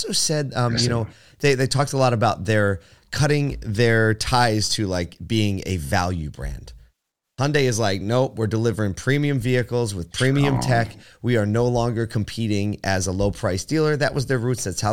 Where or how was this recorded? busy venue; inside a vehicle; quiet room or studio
quiet room or studio